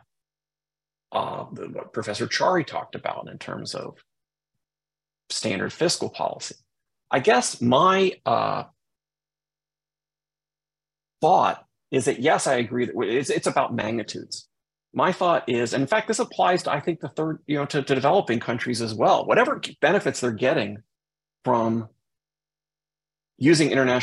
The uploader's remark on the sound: Recording sourced from our webinar held on May 24, 2023.